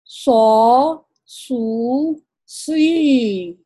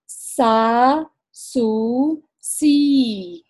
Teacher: جب ہم یہ تینوں ادا کرتے تب تھوڑی وسلنگ ساؤنڈ جیسی سیٹی کی جیسی آواز بھی آئے گی. اور جب سو کہیں گے تو یہ زبان کی جڑ تھوڑی ابھری بھی ہوگی، کیونکہ سو ہے وہ موٹا ہم پڑھیں گے. · Term: سفیریا